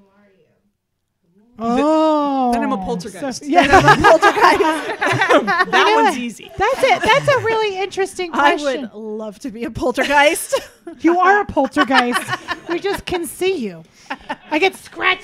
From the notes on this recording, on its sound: Listener inspired topics during the open mic at our spring mixer brings the Sisters laughter and tears.